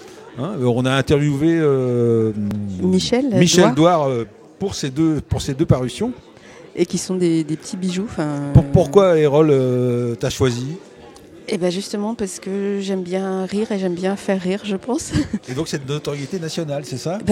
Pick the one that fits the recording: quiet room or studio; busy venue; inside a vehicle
busy venue